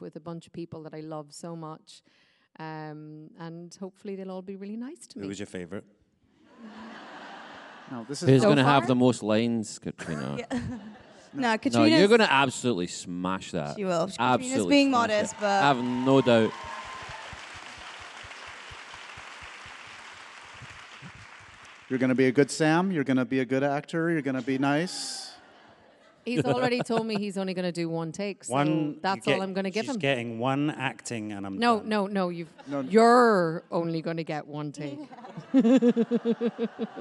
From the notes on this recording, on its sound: Get ready for a wild live taping of the podcast with the cast of OUTLANDER!